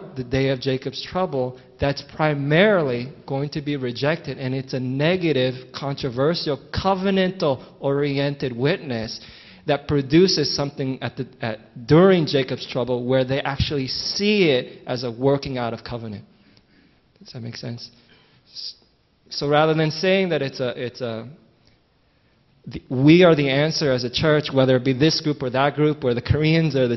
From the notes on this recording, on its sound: During the One Hope One Boast Conference we gave time for question and answering and this is the second round of questions.